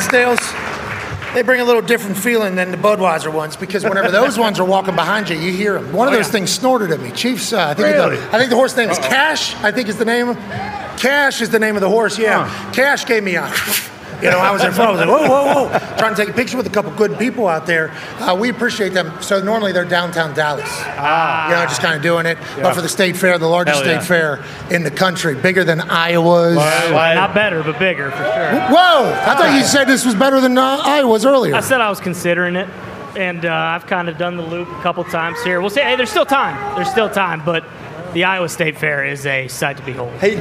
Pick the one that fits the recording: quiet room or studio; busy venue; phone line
busy venue